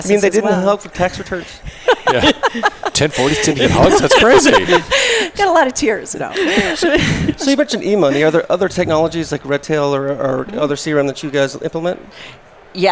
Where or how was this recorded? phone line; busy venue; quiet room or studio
busy venue